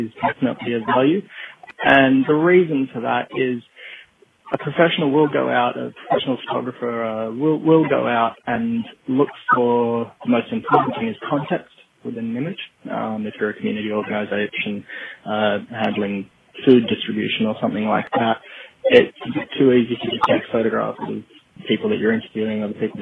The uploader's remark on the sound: Out 'in the field' when this interview was taken, so sincere apologies for the quality of the phone audio.